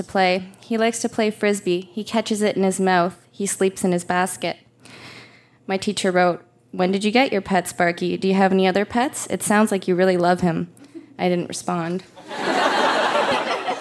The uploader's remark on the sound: Recorded live at the Tranzac Club in Toronto.